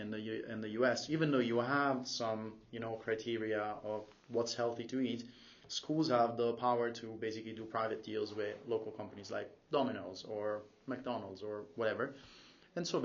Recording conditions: poor microphone